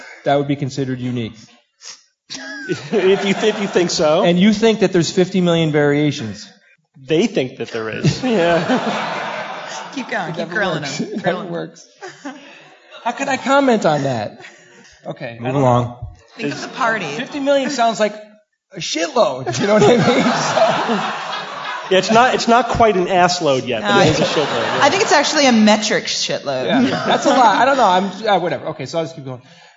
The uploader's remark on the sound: Live from NECSS. Live QA.